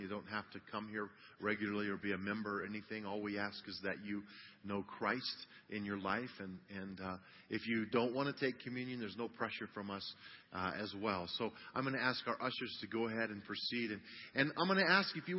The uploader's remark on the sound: CHRISTMAS EVE CANDLELIGHT SERVICE - Audio